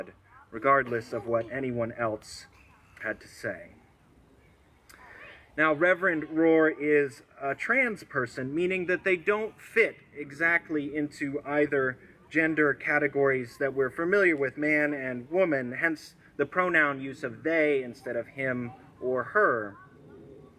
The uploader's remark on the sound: This sermon was recorded at an outdoor worship service, and so you will hear background noise to that effect